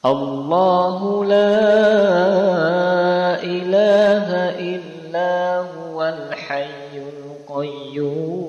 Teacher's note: Ini yang pertama kita pakai nada yang datar